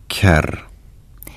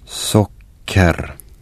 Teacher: here you'll have to make a short pause just before the actual K sound. · Term: long K sound